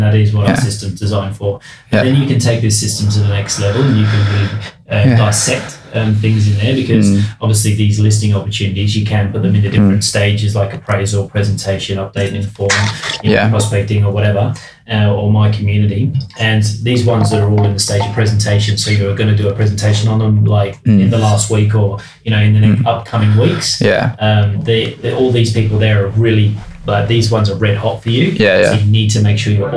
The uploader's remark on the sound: Please note this is 2 of 3 episodes with lower than usual sound quality due to technical issues.